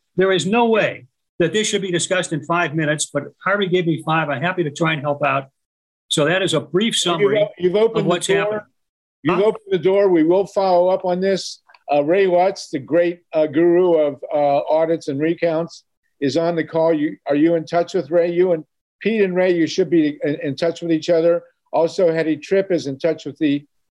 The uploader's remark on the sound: zoom gathering, with more than 90 people joining us